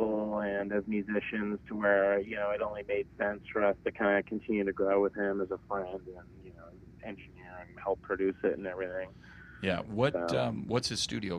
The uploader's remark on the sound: over the phone for a short interview